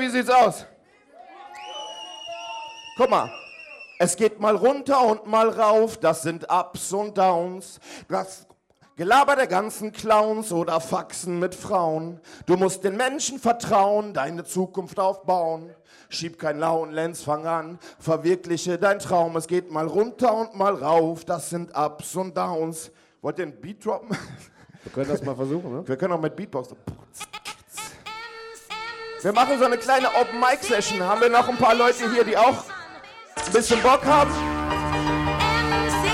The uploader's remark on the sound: this is the Audio of the Dance